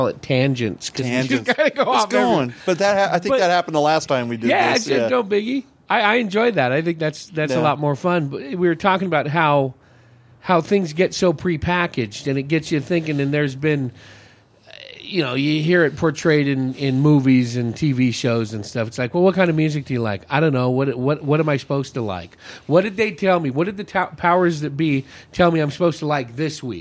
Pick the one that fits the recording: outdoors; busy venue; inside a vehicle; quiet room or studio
busy venue